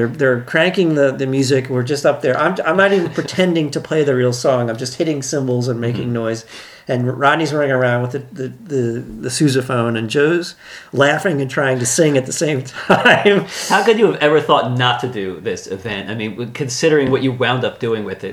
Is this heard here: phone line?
no